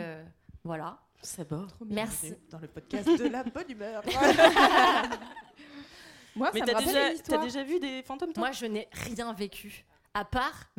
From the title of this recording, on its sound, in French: LIVE Podium à l'Apollo Théâtre